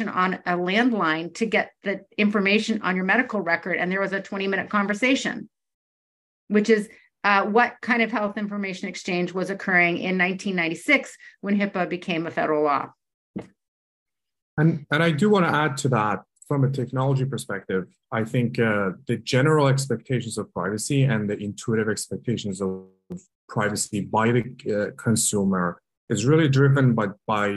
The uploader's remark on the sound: Webinar. We convene a distinguished panel of health data interoperability and privacy experts to discuss the findings live.